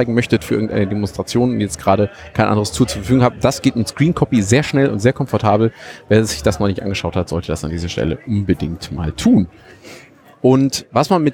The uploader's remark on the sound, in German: Die LinuxLounge von TheRadio.cc Live vom Congress mit Einblicken und spannenden Infos und der Stimmung vor Ort. Aus dem Sendezentrum. 37C3 Spezial.